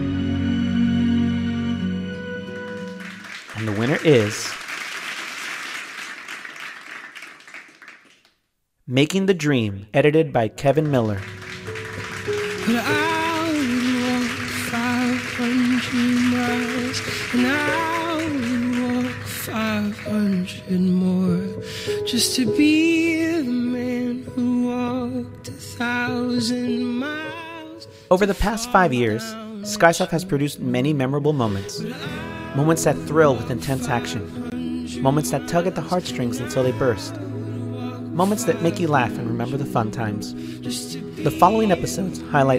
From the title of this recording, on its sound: 2020 SkyWire Awards Live